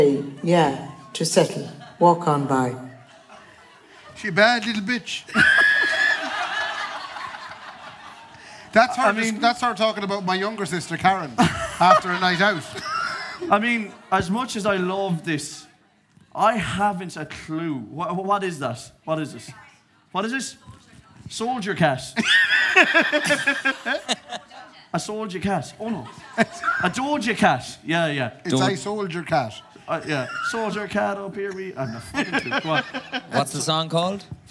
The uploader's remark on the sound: The deluxe extravaganza Christmas live show recorded at Anderson’s Tremendous Events Centre December 2023.